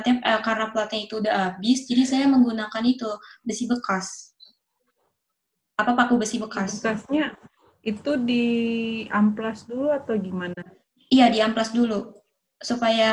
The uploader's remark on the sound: Zoom Meeting